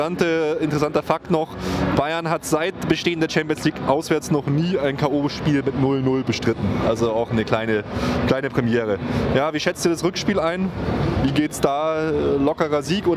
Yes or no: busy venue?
yes